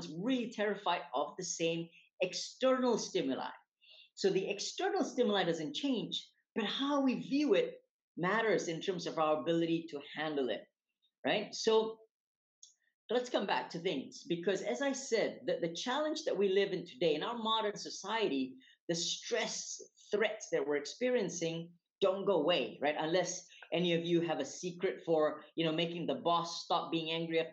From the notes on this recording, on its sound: recorded webinar series